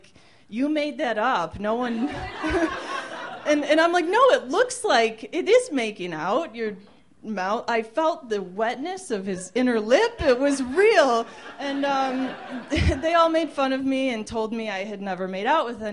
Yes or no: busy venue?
yes